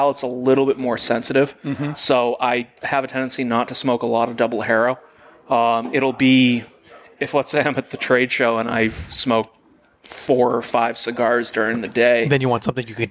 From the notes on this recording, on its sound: As we broadcast live on location from Studio 21 Podcast Cafe high above Two Guys Smoke Shop in Salem, New Hampshire on the United Podcast Network.